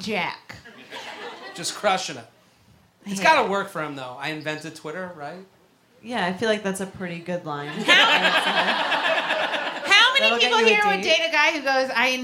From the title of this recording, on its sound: Live At The Comedy Cellar (10 PM Show)